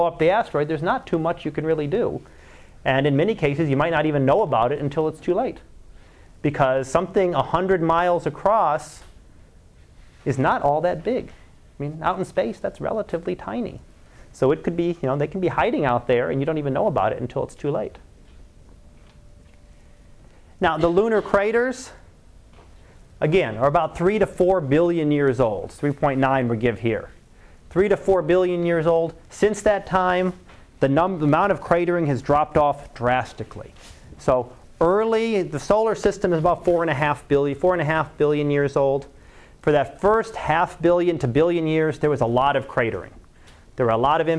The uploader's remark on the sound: Live Class Lecture